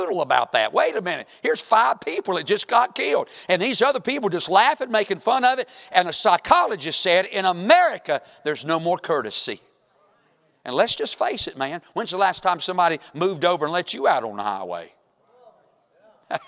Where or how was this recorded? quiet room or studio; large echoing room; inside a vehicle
large echoing room